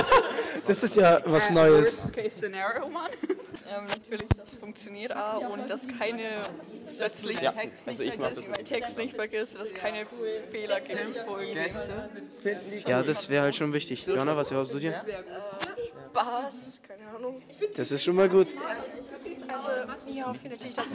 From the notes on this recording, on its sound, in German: Live vor Ort von den Theateraufführungen im Langhaussaal berichtet. Vorwarnung: Übersteuerung, lieber nicht mit Kopfhörern anhören.